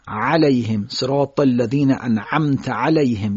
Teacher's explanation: خب مثلا کلمه علیهم حرف عین، باید فشردگی گلو با براش ادا بکنیم، بگیم علیهم صراط الذین انعمت علیهم، یه مقدار فشردگی در گلو انجام میدیم تو حرف عین خودشو نشون بده. اگه این عین رو با این فشردگی گلو انجام ندیم شبیه حمزه میشه.